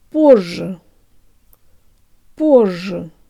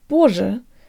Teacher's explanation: make the ž sound slightly longer than you would normally, so that the z gets represented in the length of the consonant. · Shown in: first take